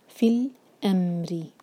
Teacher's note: ری ایک حرکہ اور باریک کیونکہ کسرہ ہے یہاں پر